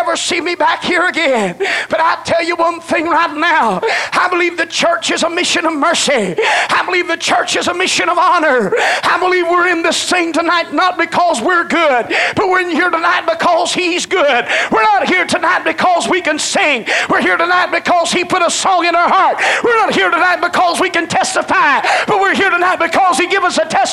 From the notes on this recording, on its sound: delivered at First Apostolic Church in North Vernon, Indiana